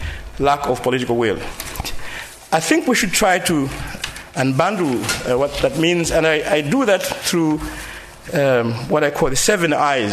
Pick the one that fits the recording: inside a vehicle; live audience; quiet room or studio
live audience